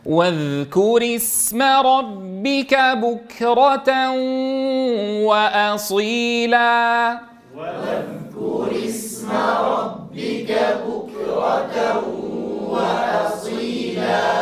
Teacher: والذال رخوة مجهورة لابد أن يظهر هذا في أدائك